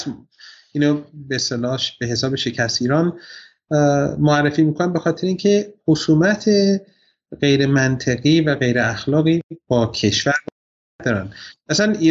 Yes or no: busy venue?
no